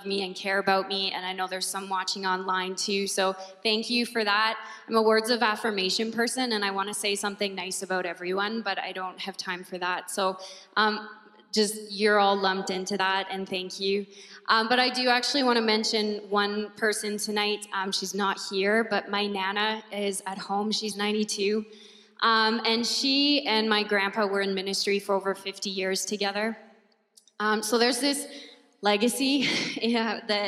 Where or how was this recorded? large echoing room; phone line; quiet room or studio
large echoing room